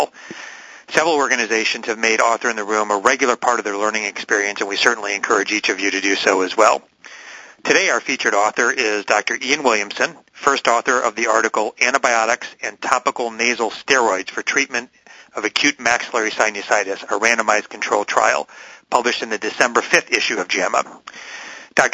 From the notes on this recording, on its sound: Author in the Room® Teleconference